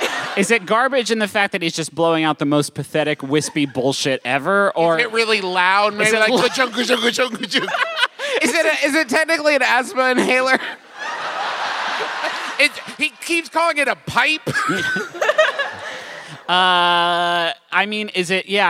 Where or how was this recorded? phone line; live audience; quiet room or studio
live audience